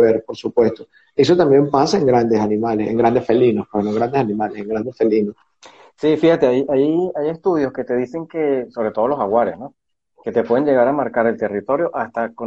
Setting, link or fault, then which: link, video call